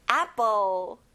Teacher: 입을 크게 벌려서 아로 발음해야 돼요